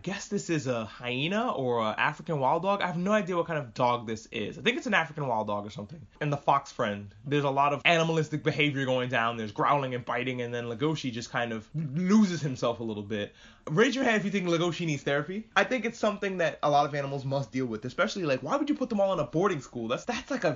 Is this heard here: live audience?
no